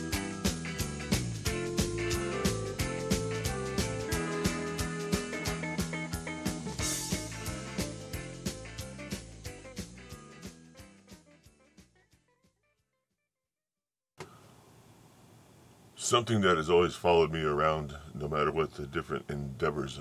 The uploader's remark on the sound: The Chool Cast is recorded, produces and conceptualized in a converted 1991 International school bus named the Chool Bus.